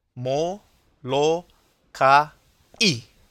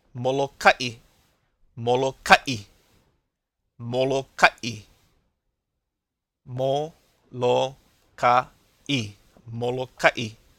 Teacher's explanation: And that's the okina at work. You hear the break in your throat.